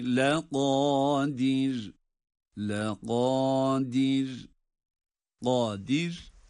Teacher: kaf kalın dir derken de ra'yı ince okuyoruz